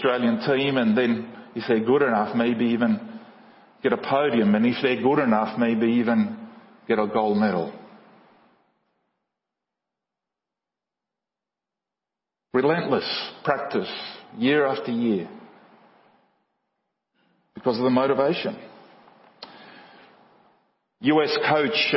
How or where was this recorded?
large echoing room